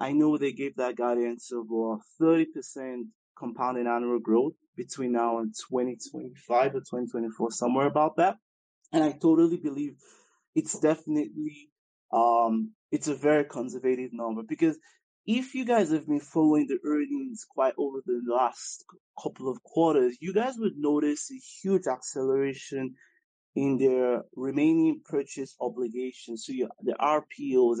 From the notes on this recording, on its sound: the long-awaited recording of a Twitter Spaces Event